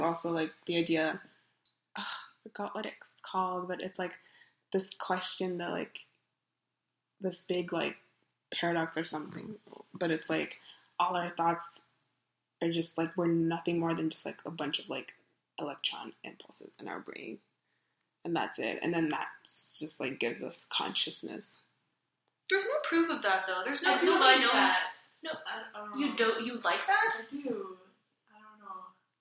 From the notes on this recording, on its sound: We had a lot of people on one mic.